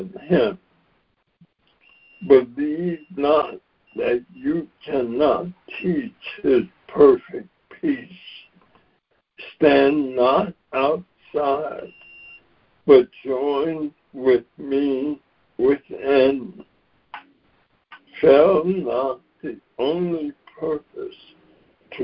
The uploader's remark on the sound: ACIM Daily Conference Call.